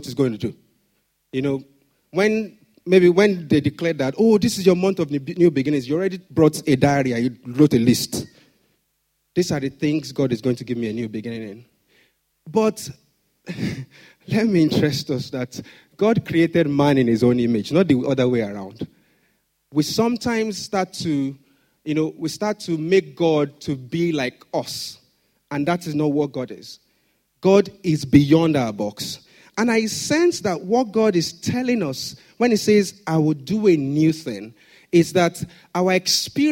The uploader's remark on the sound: Sunday Service message preached